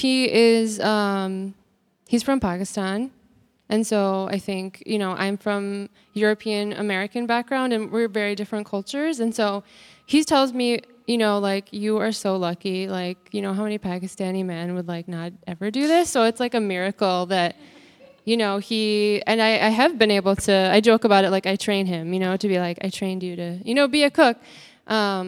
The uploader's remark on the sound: Answers questions from the congregation and facilitates discussion.